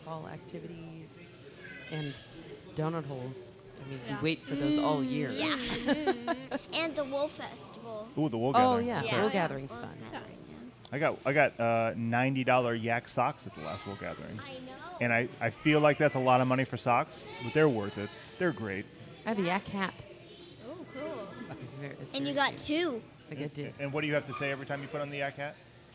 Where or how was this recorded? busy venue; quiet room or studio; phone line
busy venue